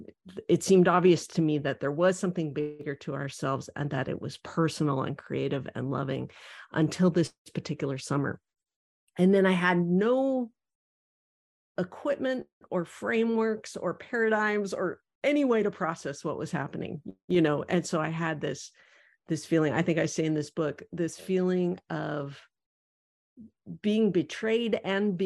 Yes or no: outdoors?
no